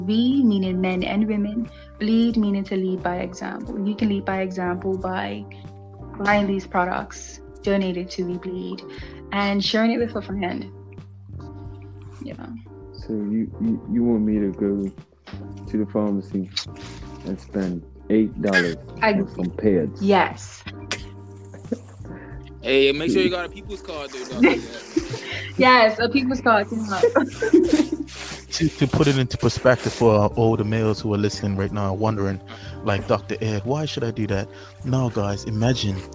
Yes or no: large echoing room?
no